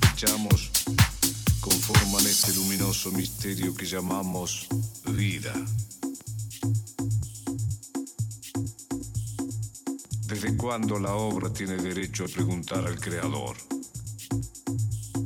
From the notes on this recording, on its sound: Live from Makalali – Varna, Bulgaria